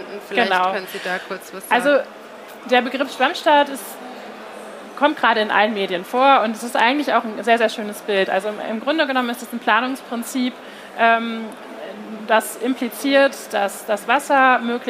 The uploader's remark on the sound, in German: Live-Podcast von der GaLaBau 2022. Podcastfolge war eine ganz besondere, denn diese wurde Live von unserem Messestand auf der GaLaBau 2022 aufgenommen.